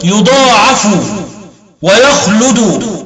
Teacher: قرأ ابن عامر وشعبة برفع الفاء والدال